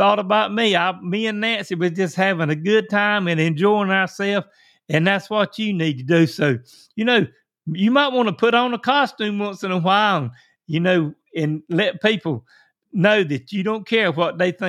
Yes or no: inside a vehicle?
no